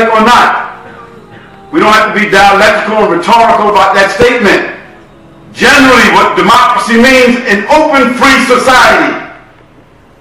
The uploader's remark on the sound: Lecture At Scheldemond College